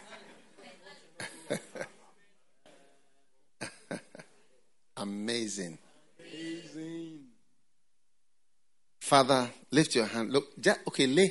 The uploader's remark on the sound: Preached at The FLOW Church Service, First Love Center. Accra.